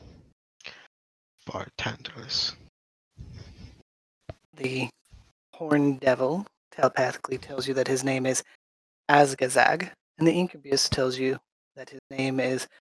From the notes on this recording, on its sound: this session did not record correctly and is of very low quality